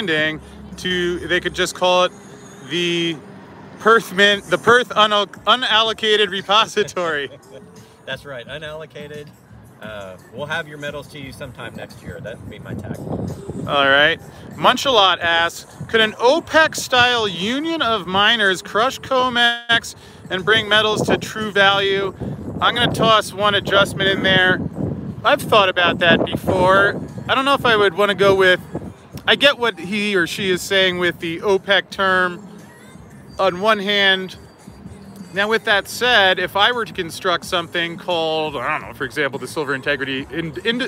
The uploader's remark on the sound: Live from the Vegas strip.